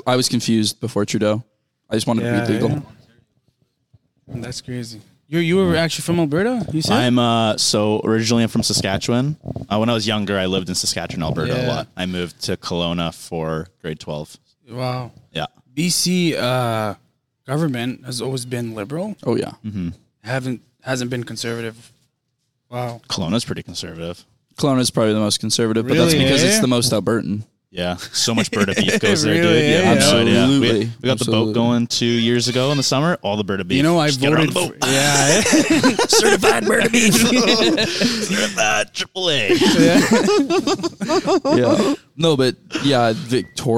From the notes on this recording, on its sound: Live on BC Ferries with Guests. Record their first bonus episode on the BC Ferries.